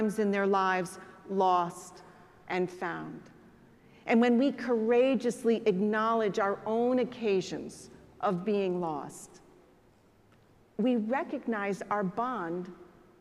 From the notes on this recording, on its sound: preached at the celebration of the Holy Eucharist on the Fourteenth Sunday after Pentecost.